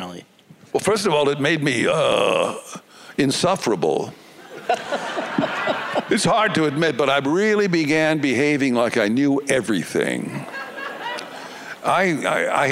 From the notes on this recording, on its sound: In front of an audience at the Boulder International Film Festival